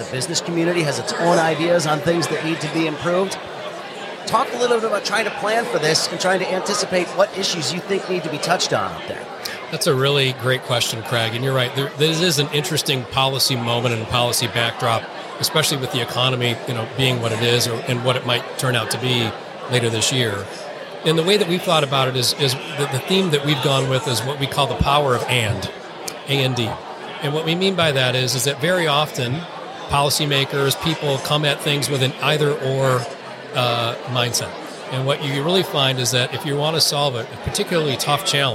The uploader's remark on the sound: Today's episode includes two more interviews conducted at this year's Detroit Policy Conference.